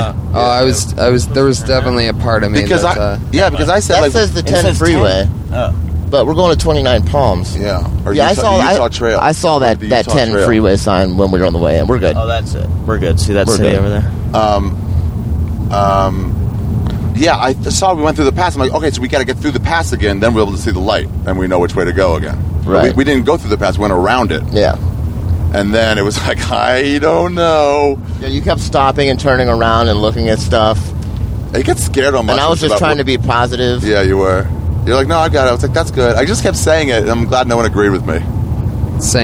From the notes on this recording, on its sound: We drove out to Joshua Tree, ate some shrooms, and wandered out into the wilderness. Is probably the first podcast recorded at Joshua Tree National Park.